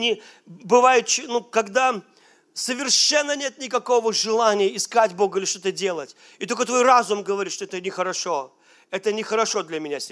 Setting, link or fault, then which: setting, large echoing room